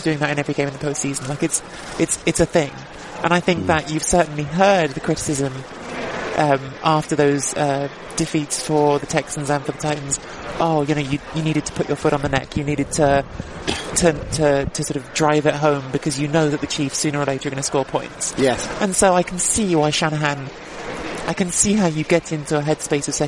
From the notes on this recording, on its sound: Live from the Hard Rock stadium only moments after the Kansas City Chiefs had won Super Bowl 54.